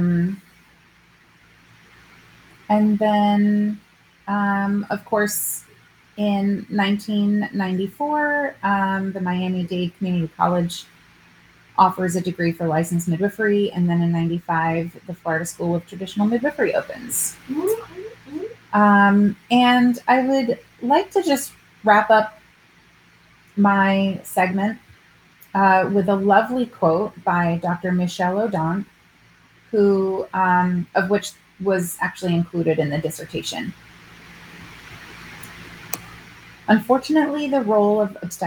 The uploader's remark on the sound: Please excuse the poor sound quality and background noises in this episode, which was recorded several months ago when we were still figuring out all of our settings.